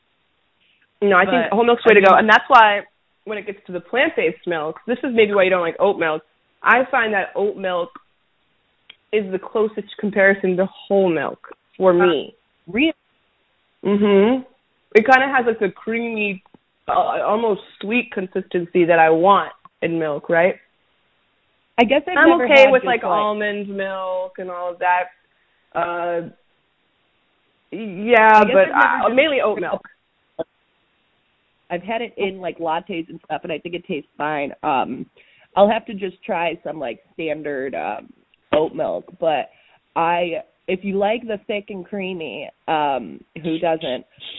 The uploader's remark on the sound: so we recorded over the phone!